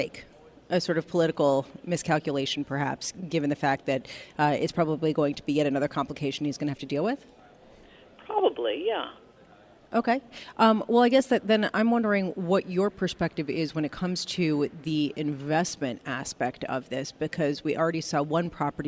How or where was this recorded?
busy venue